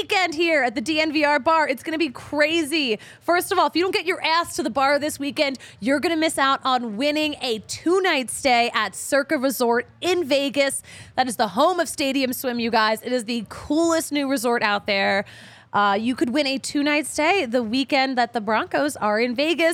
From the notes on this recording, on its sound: recorded LIVE at the DNVR Bar at Colfax & York!